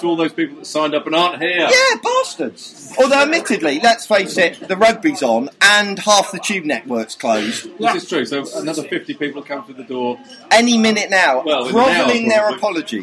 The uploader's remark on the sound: Live! The audio quality isn't as great as it could have been, there is a lot of background noise and we are even more rambling than normal.